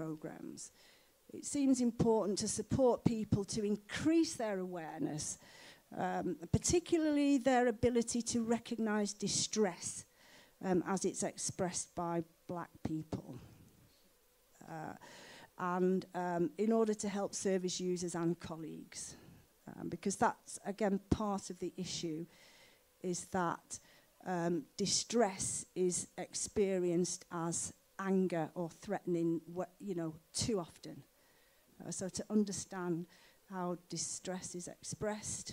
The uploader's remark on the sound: The 2023 Skellern Lecture and Lifetime Achievement Award evening was held at Cardiff University. MhTV was invited to act as a repository for the event.